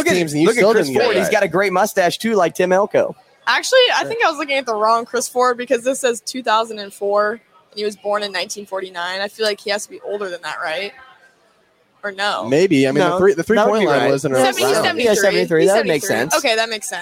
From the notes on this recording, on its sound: Live From Zipline Brewery. Live at Zipline Brewery in downtown Omaha.